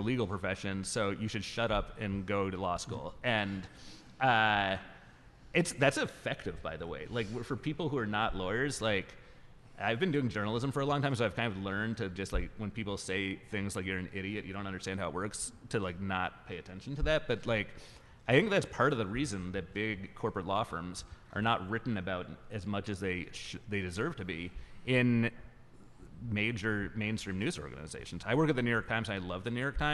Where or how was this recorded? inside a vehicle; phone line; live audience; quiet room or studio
live audience